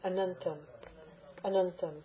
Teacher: Dental nuz. When you say this dental nuz, let your tongue be relaxed.